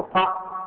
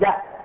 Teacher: القاء هذا حرف قرشي مفخم، وجاء هذا حرف يمني مرقق. الجاء هي القاء لكن هذا مفخم ومرقق نفسه ما يتغير.